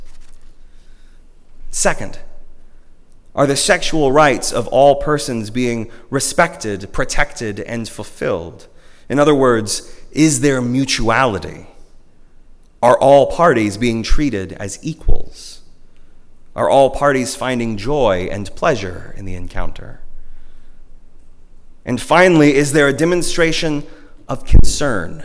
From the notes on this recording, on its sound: At Northminster Church on March 1, 2020 - the First Sunday of Lent.